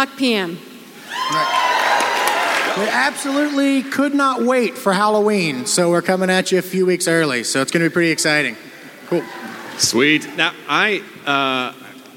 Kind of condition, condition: setting, live audience